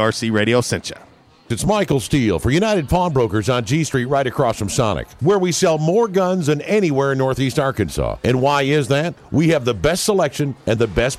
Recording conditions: busy venue